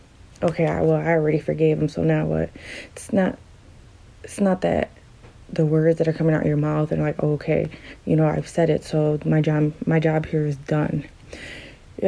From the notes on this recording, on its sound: Doesn't sound the greatest because I made this on my phone.